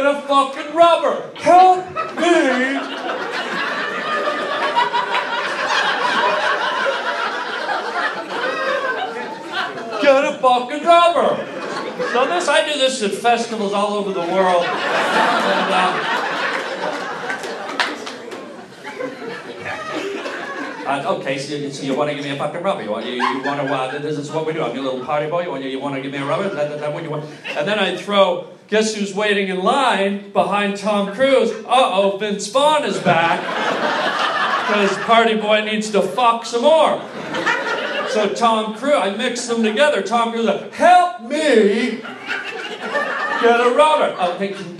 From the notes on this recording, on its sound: LIVE stand up comedy.